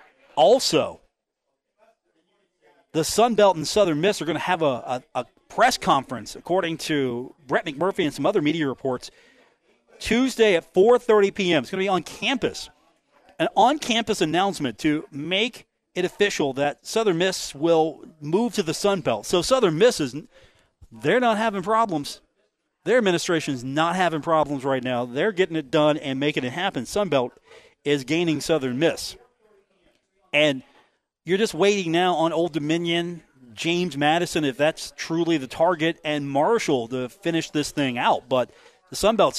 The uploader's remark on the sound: Broadcasting live from The Union Pub and Grill located at 1125 4th Avenue in Huntington, West Virginia.